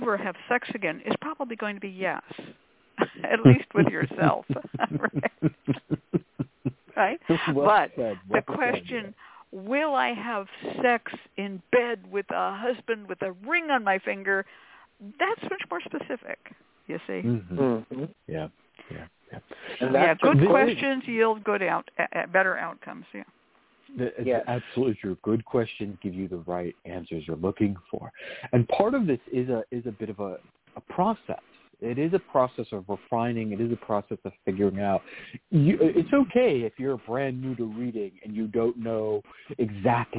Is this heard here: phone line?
yes